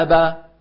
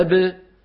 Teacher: إذا ابتعد الفكان صارت باء مفتوحة. إذا قلنا أبا هنا تباعدت الشفتان والفكان، إذا قلنا أب تباعدت الشفتان دون الفكين